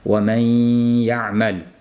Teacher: Nunni mahrajiga yaqinlashmaydi, va man bo'lib turadi, lekin havoning bir qismi dimog'imizdan kelishligi kerak bo'ladi · Term: g'unnali idg'om